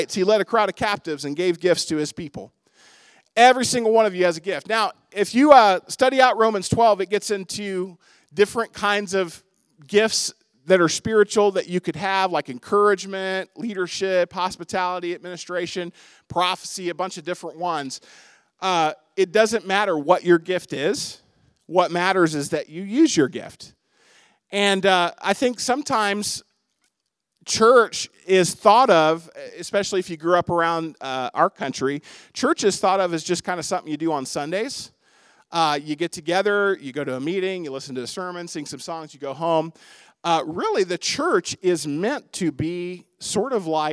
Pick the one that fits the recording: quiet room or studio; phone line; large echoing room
large echoing room